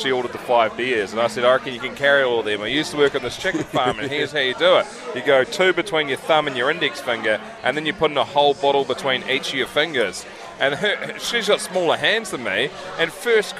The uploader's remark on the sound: At a pub. From Last Place pub in Hamilton.